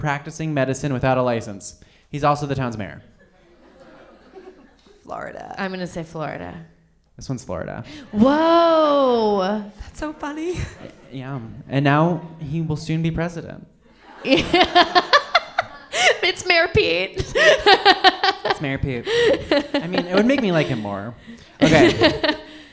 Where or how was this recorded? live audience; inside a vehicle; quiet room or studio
live audience